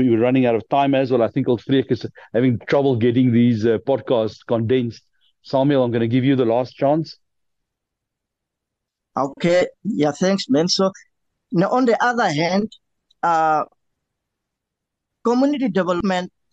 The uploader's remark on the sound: The Transformation Table Zoom Meeting 5 October 2023